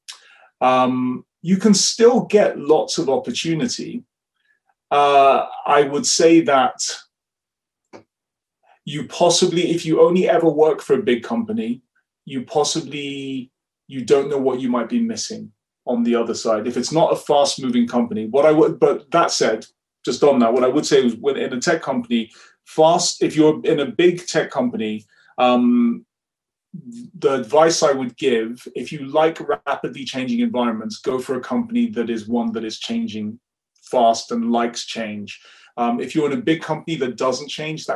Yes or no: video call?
yes